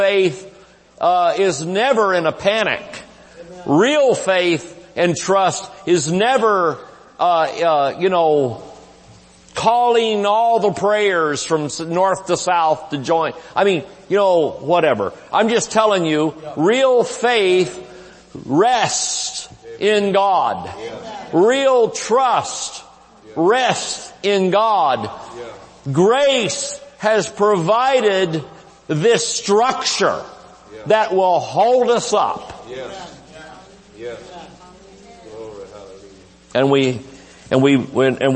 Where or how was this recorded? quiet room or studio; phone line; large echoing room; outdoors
large echoing room